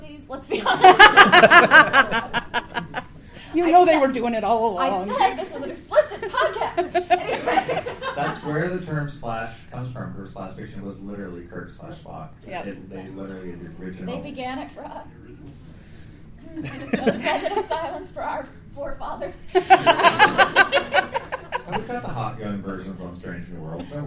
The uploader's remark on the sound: Flame Con 2023 Panel